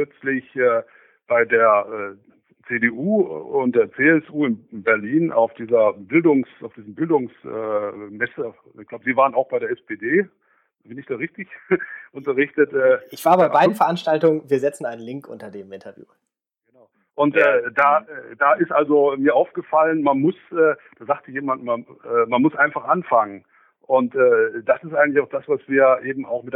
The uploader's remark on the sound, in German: im Telefoninterview